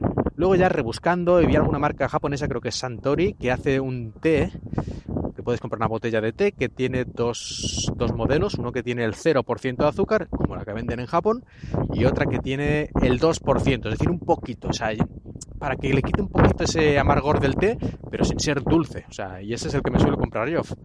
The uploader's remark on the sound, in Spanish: Perdón por el ruido del viento. Todavía no estoy acostumbrado a grabar por la calle, y no tengo bastante cuidado con esas cosas.